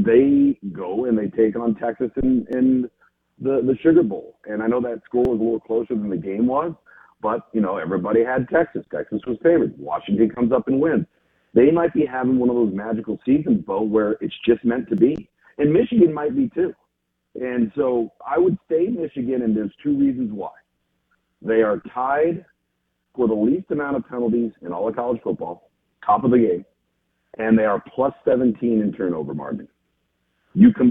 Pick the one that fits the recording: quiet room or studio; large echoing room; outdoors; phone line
phone line